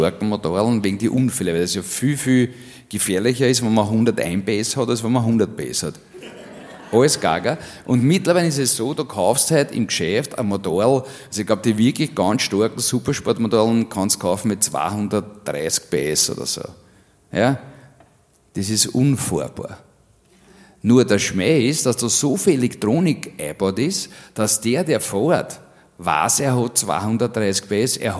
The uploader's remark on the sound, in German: Auf dem roten Stuhl LIVE SHOW (Teil II)